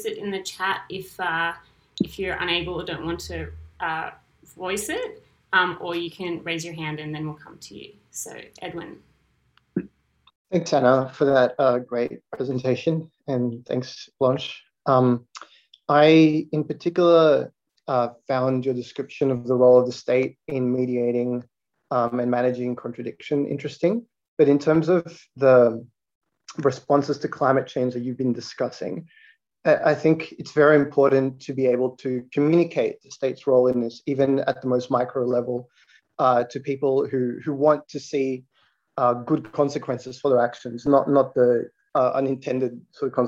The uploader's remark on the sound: This event was held via Zoom